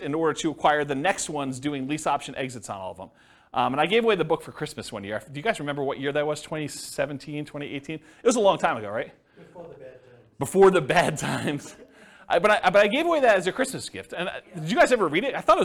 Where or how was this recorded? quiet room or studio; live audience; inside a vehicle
live audience